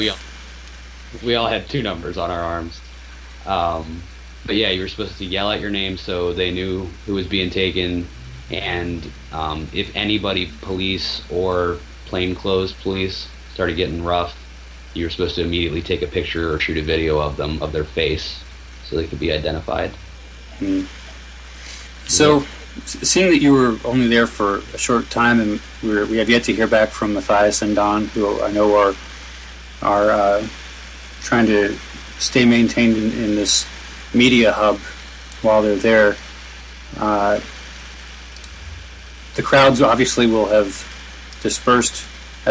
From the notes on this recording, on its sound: Live from Occupy Wall St. Zuccotti Park.